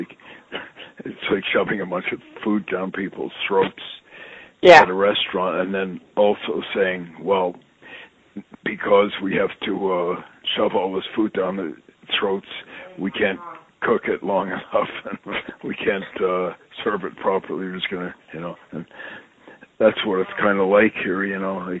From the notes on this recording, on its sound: I sit down on the phone with my friend